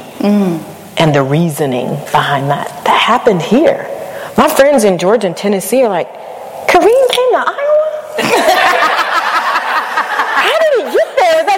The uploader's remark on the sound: HERstory (Live Show). Finally the audio from the live show.